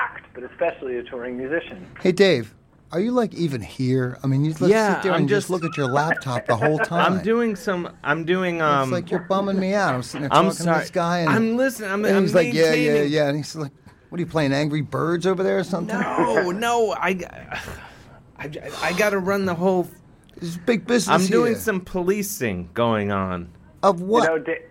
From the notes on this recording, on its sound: Music behind DJ. Talks on the phone. Live in-studio!